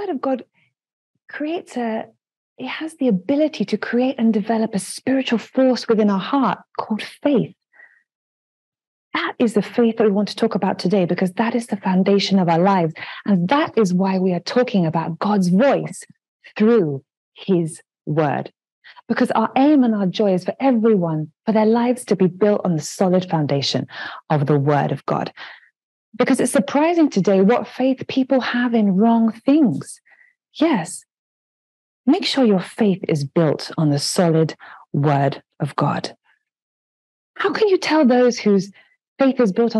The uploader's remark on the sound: The REPLAY of the live Interactive Zoom session.